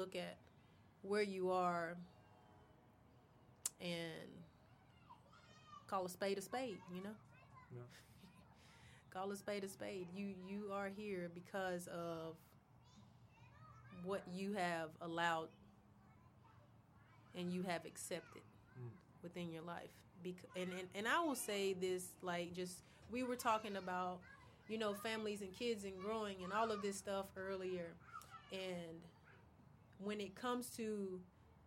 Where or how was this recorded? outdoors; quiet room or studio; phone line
outdoors